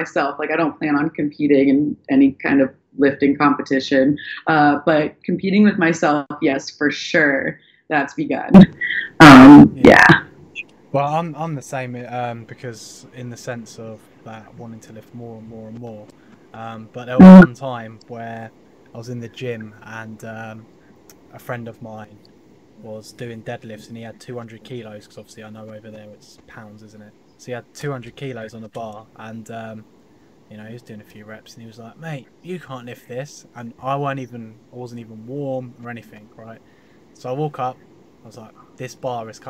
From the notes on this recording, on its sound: Audio is funky try playing at 80% to save your ears